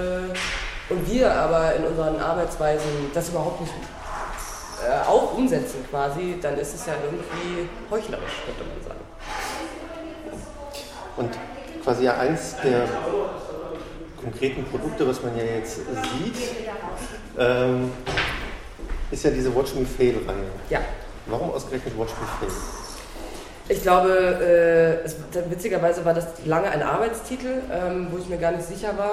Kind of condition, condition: setting, busy venue